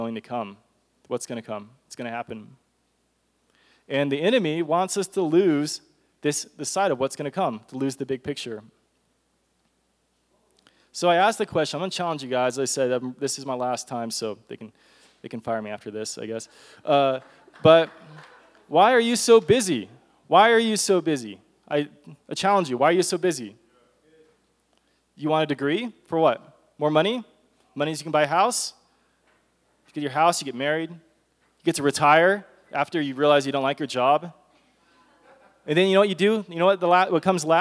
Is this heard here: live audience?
yes